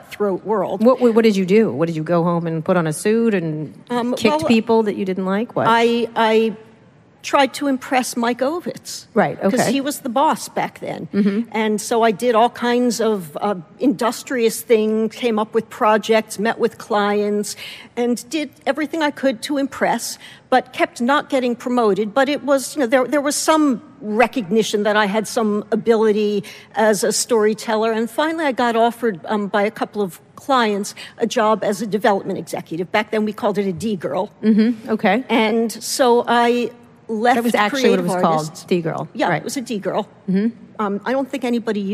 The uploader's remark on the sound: at the 2017 edition of Werk It, WNYC’s women-in-podcasting festival